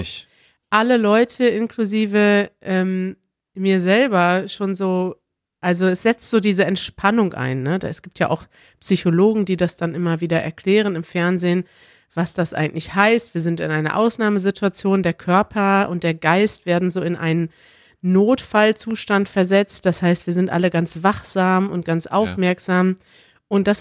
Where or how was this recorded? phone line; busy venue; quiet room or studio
quiet room or studio